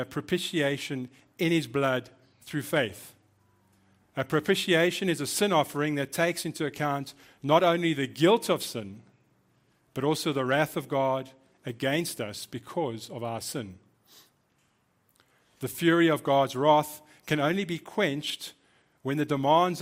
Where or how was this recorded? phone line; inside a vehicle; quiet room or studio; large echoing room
large echoing room